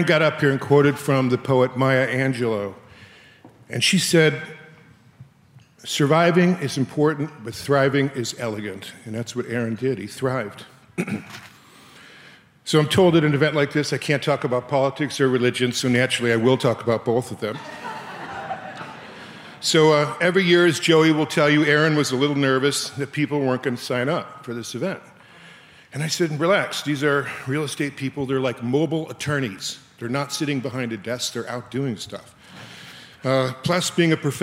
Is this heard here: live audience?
yes